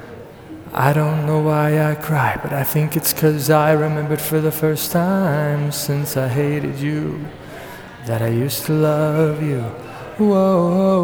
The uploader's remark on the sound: Naturally, my laptop has quit working properly, so I'm recording some covers in the local coffee shop.